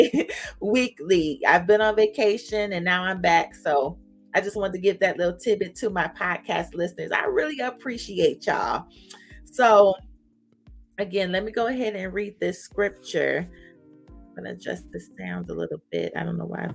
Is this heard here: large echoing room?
no